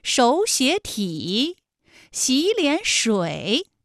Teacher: 前两个字都是二声，第三个字是三声